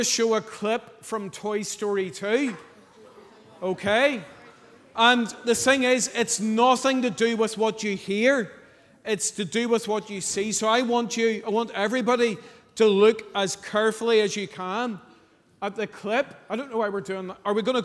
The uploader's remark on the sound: Sunday 12th November 2023 evening service. At our GB and BB enrolment service.